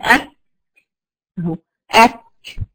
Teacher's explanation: يعني انا مجرد بفتح بس المخرج، بجافي مثلا لو في الكاف بجافي اقصى لساني يعني ببعده عن سقف حنكي، يقوم الهواء خارج طبيعي يقوم ظاهر لي صوت الكاف · Term: همس الكاف